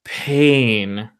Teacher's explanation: you have that plosive, everything's building up against your lips and pow, it comes out. So it can have that really aggressive attack on your microphone.